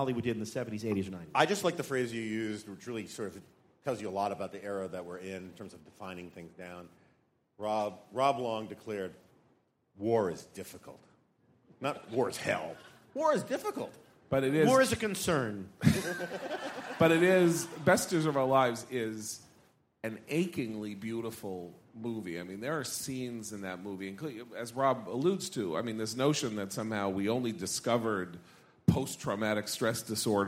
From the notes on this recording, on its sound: Live: The Night Owl Session. Live from the National Review Cruise.